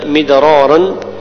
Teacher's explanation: فيها قلقلة في الدال، وفيها الراء مفخمة لأنها تكررت